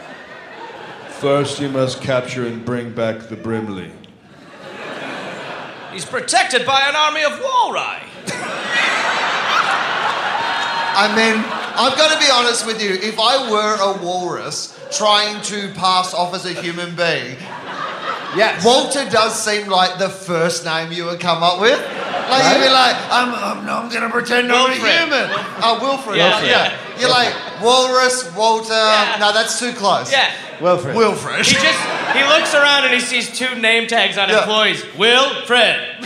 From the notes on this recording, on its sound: Live in Seattle.